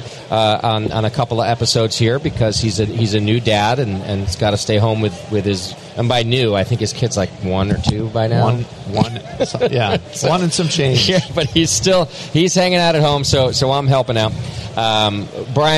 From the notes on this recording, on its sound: we record live from HomebrewCon in Providence, RI